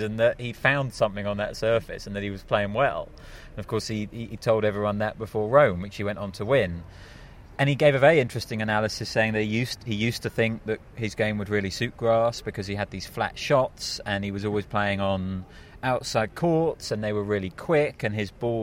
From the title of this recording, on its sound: Live from Wimbledon Day 3